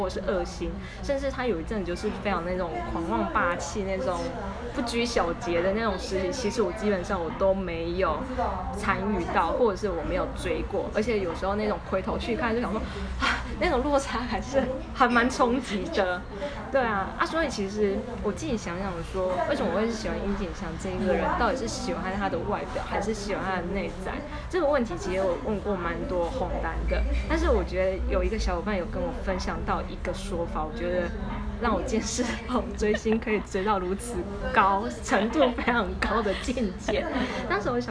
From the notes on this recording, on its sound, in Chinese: 粗暴收音#背景吵雜。